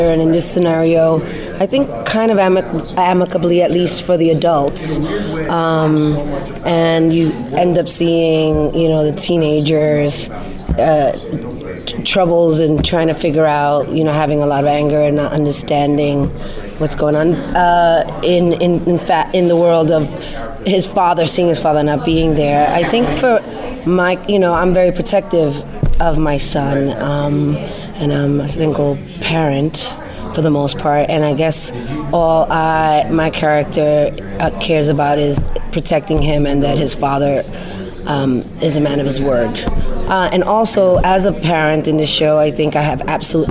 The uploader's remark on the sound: Taped at San Diego Comic Con